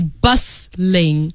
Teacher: so you don't really pronounce the T in the word